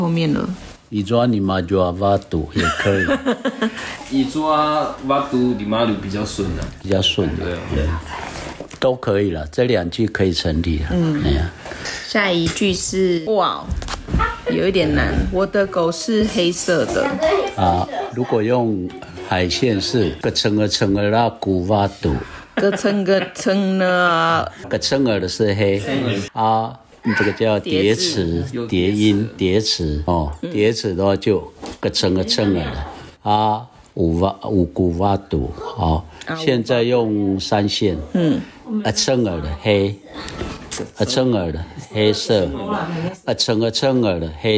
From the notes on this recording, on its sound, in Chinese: 錄音當天環境比較吵雜，請大家多包涵